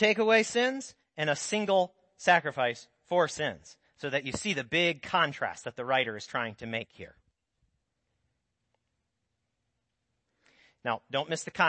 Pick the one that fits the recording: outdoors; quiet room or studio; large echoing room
large echoing room